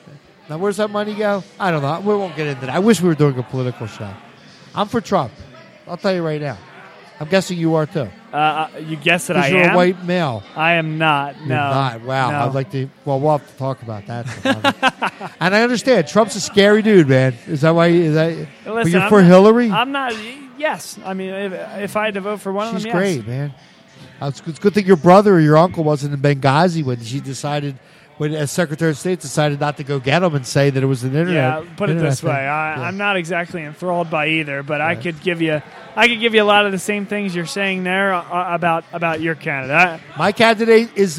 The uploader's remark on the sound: live from Villa Capri Pizza in Doylestown, PA